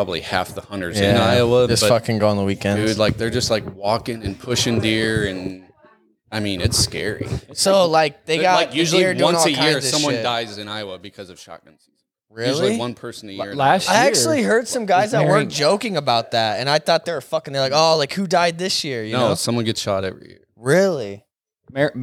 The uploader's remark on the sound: In this unexepcted recording during a late friendsgiving party. In this unexepcted recording during a late friendsgiving party.